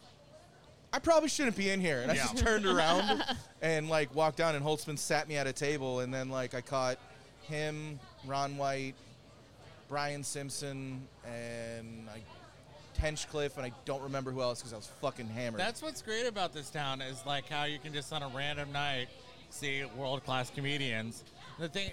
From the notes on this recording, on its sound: Chilling on our favorite east Austin patio at Violet Crown Social Club with some very special show regulars/guests.